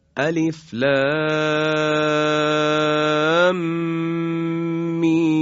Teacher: این دو تا میم در هم، یعنی میم ساکن و میم بعدی، در هم ادغام میشن و حالت مشدد هم داره. به این خاطر میگن مد لازمه مثقل حرفی.